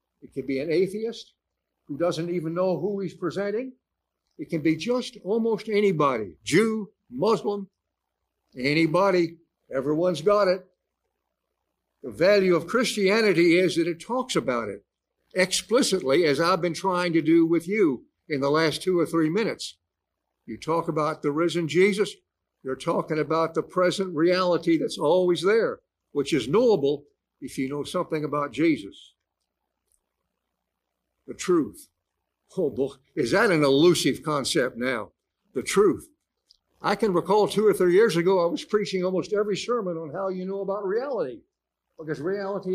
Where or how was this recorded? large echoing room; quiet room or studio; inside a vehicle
large echoing room